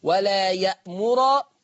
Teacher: ضم حرف الراء، أصل حفص بيقرأ بفتح الراء، ورش عن نافع هيقرأ بضم الراء